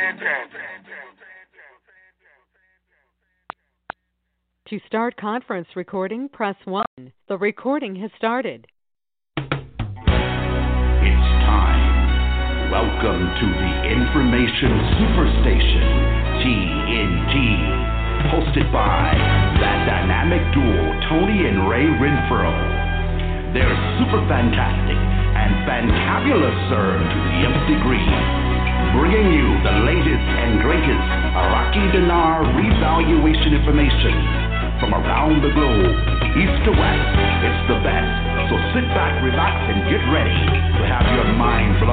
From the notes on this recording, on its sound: TNTSuperfantastic Conference Call